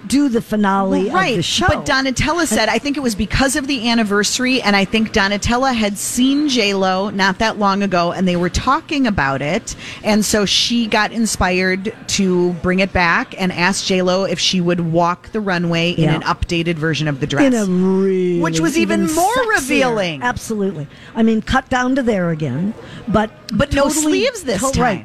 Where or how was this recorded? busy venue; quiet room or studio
busy venue